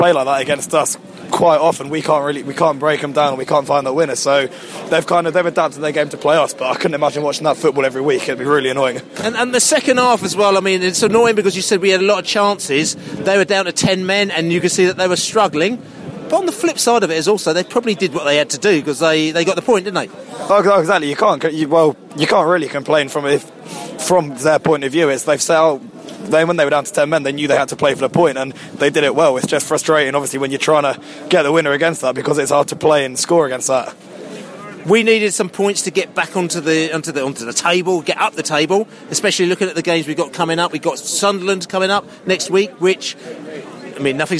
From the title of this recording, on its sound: post-match podcast from the pub